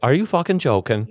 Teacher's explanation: Breathy and ends like it's going upward.